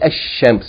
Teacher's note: You don't say Al-Shams, you say Ash-Shams. You double the sun letter and you merge the Lam into it